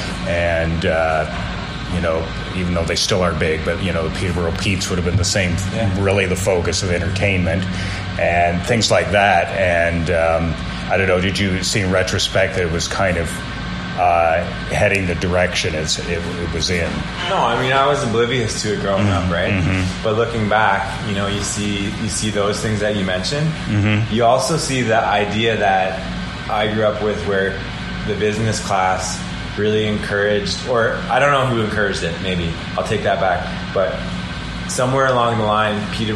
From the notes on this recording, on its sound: Gave me an in-person interview at the Commerce Building at 1291/2 Hunter St., the closest I have been in any literal sense to the Corner of Hunter and George yet for any interview. Apologies beforehand, but you can unfortunately hear our neverending battle with one truck outside the windows, plus the usual downtown noises.